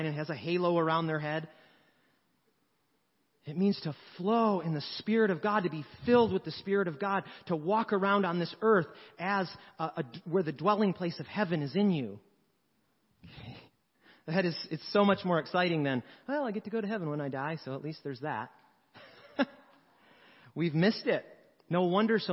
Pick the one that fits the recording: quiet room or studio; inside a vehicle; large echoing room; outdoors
large echoing room